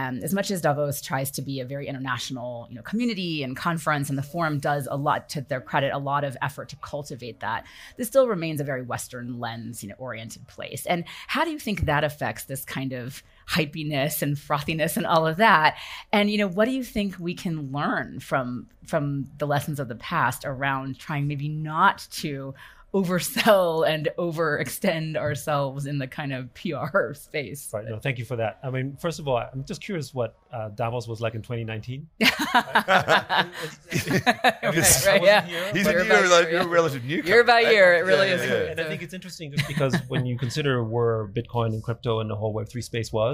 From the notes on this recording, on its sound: A live recording at The Hub by Casper Labs during the WEF's Annual Meeting at Davos 2024. Davos, Switzerland. They engage in a live podcast session.